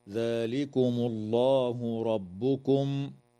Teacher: تفخم اللام في اسم الله لوقوعها بعد ضمة